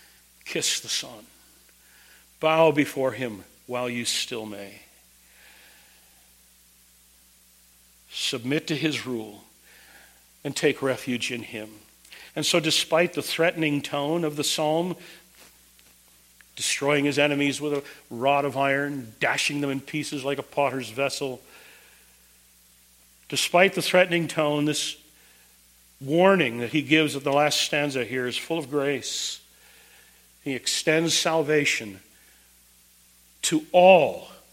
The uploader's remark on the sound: Preached at Twin Cities Bible Church, St. Paul, MN.